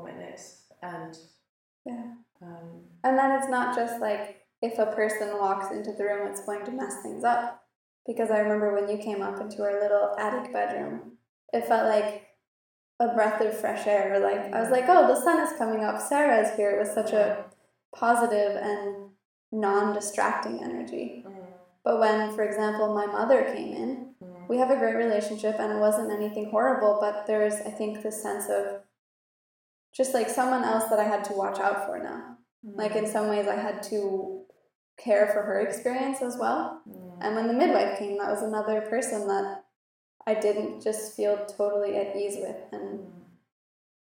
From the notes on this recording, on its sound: We had some technical difficulties, and the audio quality is not ideal. It's pretty fuzzy for the first 10 minutes, but gets better after that.